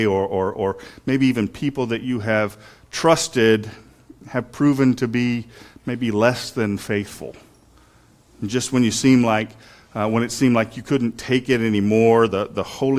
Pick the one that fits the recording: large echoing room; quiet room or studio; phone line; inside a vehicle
large echoing room